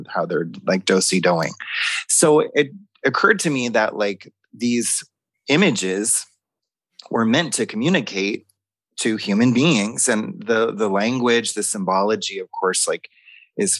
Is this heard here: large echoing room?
no